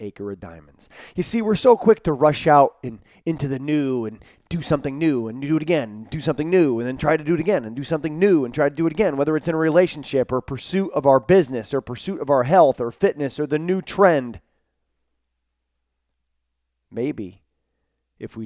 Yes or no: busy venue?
no